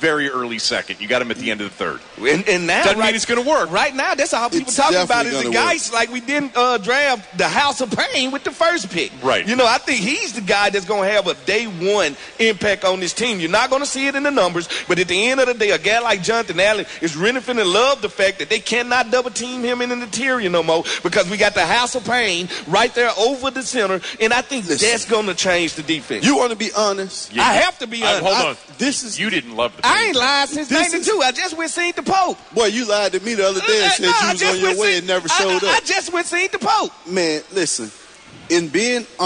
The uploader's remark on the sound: 2018 Redskins Draft Party. Live from FedEx Field!